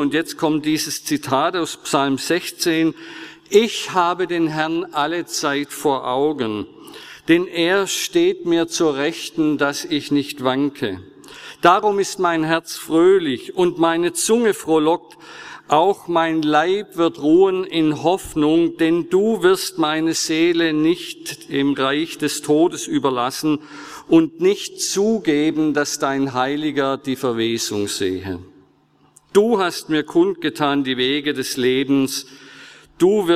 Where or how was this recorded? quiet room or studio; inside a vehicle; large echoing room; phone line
large echoing room